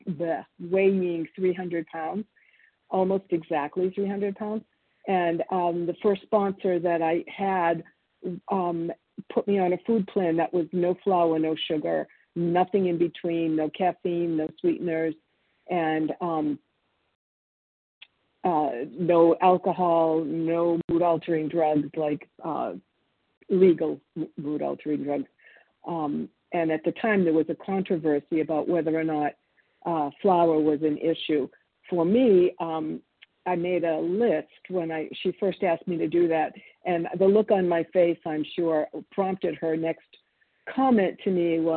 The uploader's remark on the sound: 100 Pounders Phone Meeting